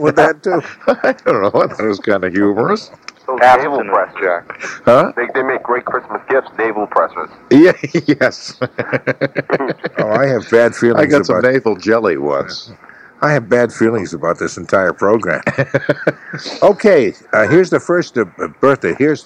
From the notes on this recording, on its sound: I’m producing and on the phone from MC.